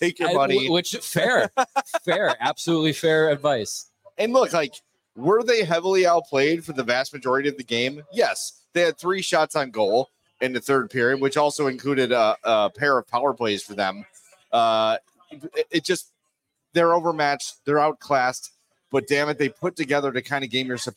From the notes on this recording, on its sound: The CHGO Blackhawks are LIVE at Broken Barrel Bar in Lincoln Park for postgame tonight!